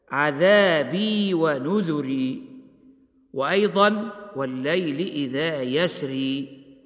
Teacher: وعللوا هذين الوجهين بأن من رقق الراء نظر إلى الياء المقدرة المعذوفة بعد الراء، فأصل الراء مكسور هكذا: عذابي ونذري، وأيضا والليل إذا يسري. ومعلوم أن الراء المكسورة ترقق، ووجه من فخم الراء فيهما نظر إلى حالتها عند الوقف بأنها أصبحت ساكنة بعد ضم في كلمة ونذر، وساكنة أيضا بعد فتح مفصول بينه وبينها بحرف استفهام وهو السين من كلمة يسر.